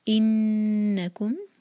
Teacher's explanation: نون پر غنہ، ٹائم دے کر آگے پڑھیں گے